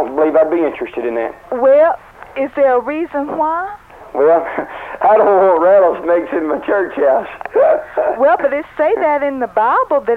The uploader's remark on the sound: Prank Phone Calls.